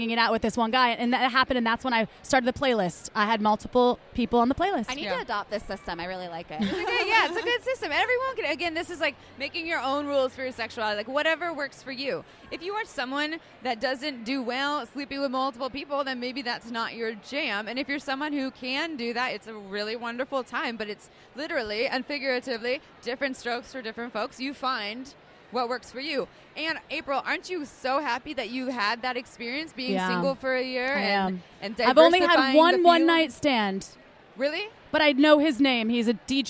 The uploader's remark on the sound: Recorded on stage during Brooklyn's Sex Expo. We apologize if it sounds like we were yelling; we were right next to the Sybian sex machine, so it was a bit loud.